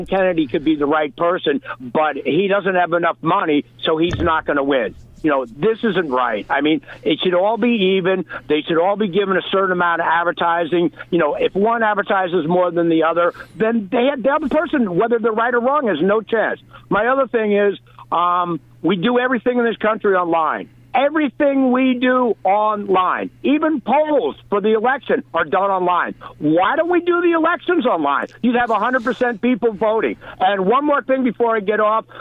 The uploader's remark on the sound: On 103.9FM LI News Radio. Taking your calls live on air.